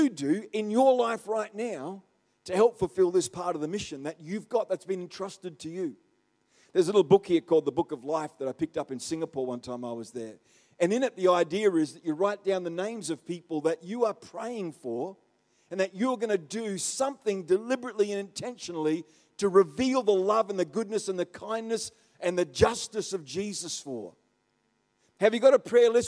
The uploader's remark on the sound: The live stream of Destiny Church Atherton.